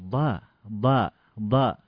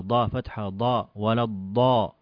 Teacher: ولا الضاء هذه ضاء مفتوحة ومفخمة · Shown in: second take